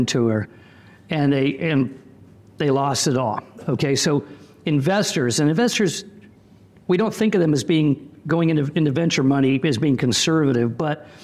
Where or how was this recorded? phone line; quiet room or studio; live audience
live audience